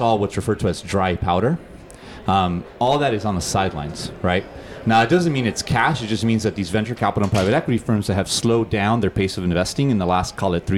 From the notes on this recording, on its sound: Predictions for 2023: Live from Money20/20. In this live episode. In the spirit of Las Vegas and the game night event this was recorded.